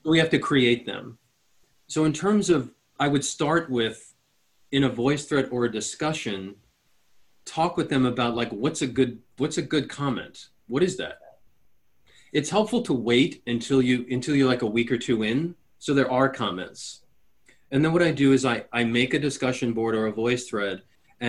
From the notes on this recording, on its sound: An excerpt from a live Zoom session which was part of a four day workshop Preparing to Teach in a Flexible Hybrid Model.